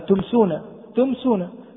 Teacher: لأن الميم تخرج من الشفة، ولا نقول جميع حروف الإظهار تخرج من الشفة طبعا، يعني إذا قلنا مثلا تمسون، تمسون، فالميم كانت واضحة، فظهرت الميم واضحة من الشفتين من مخرجها المحقق، فلا نقول لأن جميع الأحرف تخرج من الشفتين، لا، لأن نقول الميم تخرج من الشفة وتظهر واضحة ويظهر مخرجها واضح بغير إخفاء أو غير ذلك، فيكون الإظهار هنا إظهارا شفويا. · Term: الإظهار الشفوي